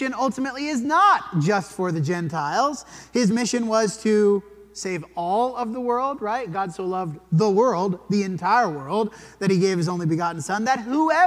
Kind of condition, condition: setting, large echoing room